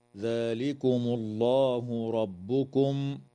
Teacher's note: تفخم اللام في اسم الله لوقوعها بعد ضمة